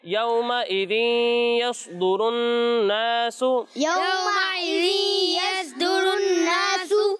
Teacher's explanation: دال میں سیٹی کی آواز نہیں آئے گی